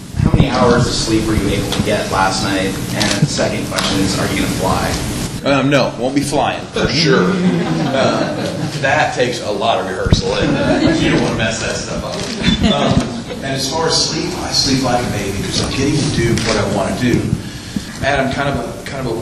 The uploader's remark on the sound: Press Conference Interview – Nashville, TN – Bridgestone Arena. Joined the Nashville, TN media along with the other media who traveled.